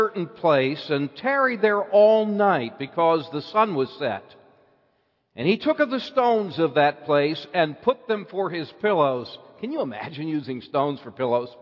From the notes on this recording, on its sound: Bible Conference Evening Service.